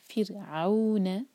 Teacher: عو فتح کو واو سے جوڑیں گے · Term: مدلین